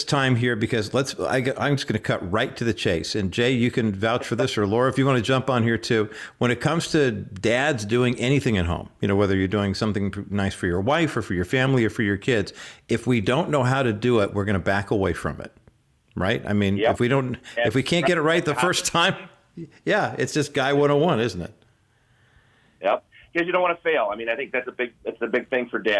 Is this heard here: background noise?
no